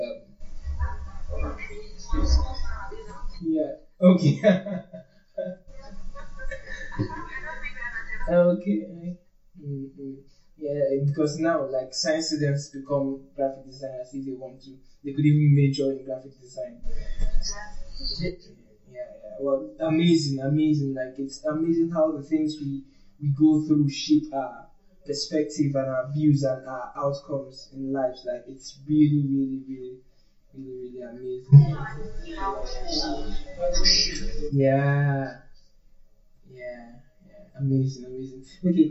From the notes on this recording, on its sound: I sincerely apologize for the audio quality today, I am currently relocating and moving to a new apartment, so I am trying to get properly set-up.